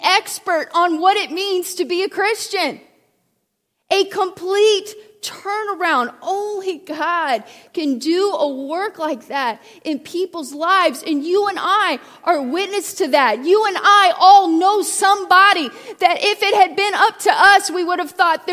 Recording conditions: large echoing room